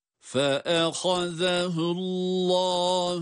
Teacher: Fe'ehaze ha kalın harf, zel peltek ve ince, değil mi? Allahu derken lafzayı celal, yani Allah lafzındaki lamda kalın okunan harftir. Kalın okunmaktadır.